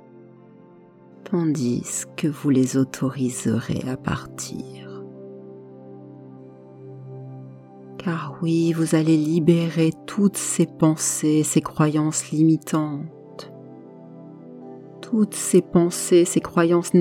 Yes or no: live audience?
no